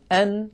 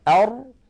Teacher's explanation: يجد بأن الراء أعمق قليلا إلى الداخل. يعني لو كان هذا سقف الحلق وهذا اللسان، أن هنا أر تكون أعمق إلى الداخل قليلا، أن أر، أن أر، فالراء أعمق قليلا إلى الداخل.